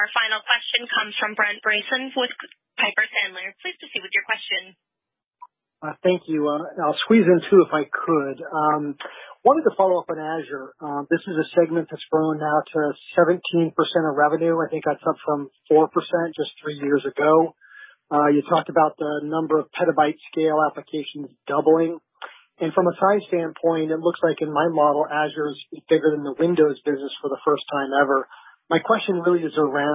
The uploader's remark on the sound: Conference Call